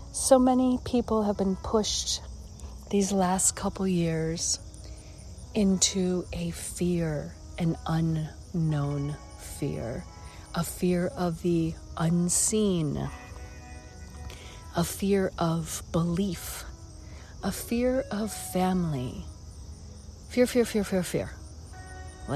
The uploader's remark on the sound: Walk and Talk